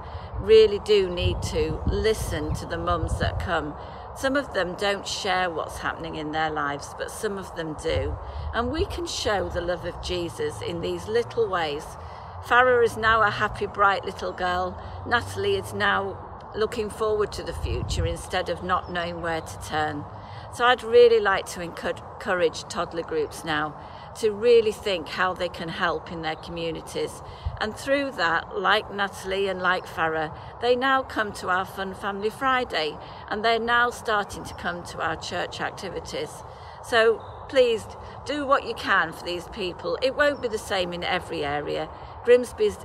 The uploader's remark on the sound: from the Step by Step children’s ministry conference on the 26th February 2022